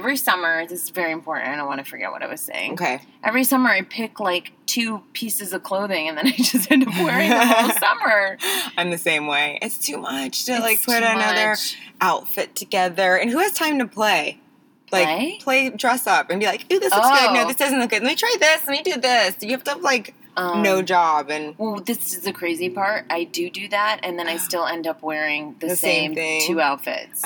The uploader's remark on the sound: She had to be in the car for the New York City street sweepers!